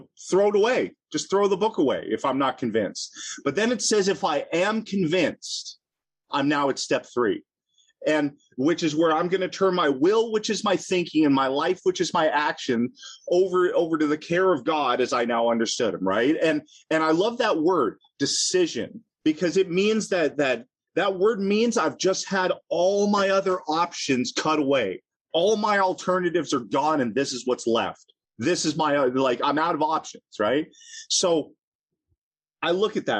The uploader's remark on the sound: At the Broken Elevator Zoom Meeting held in June of 2022.